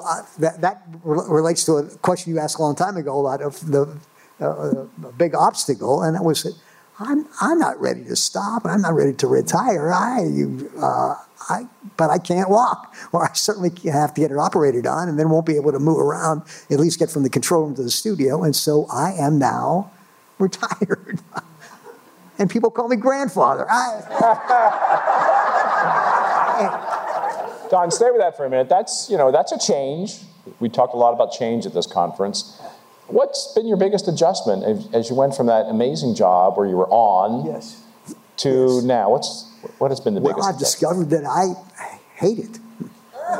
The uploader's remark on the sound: This very special bonus episode was recorded live at the State Theater at State College, Pennsylvania home to Penn State University. This is a panel discussion from four Penn State Alumni.